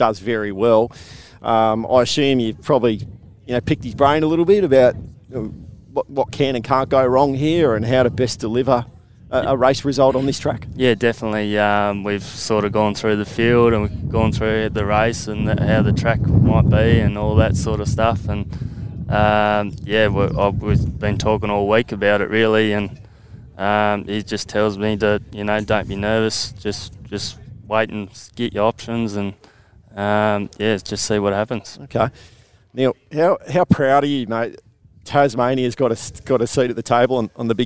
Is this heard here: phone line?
no